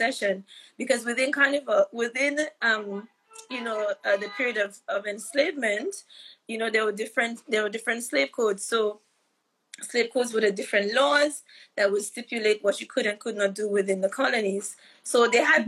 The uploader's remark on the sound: live Instagram interview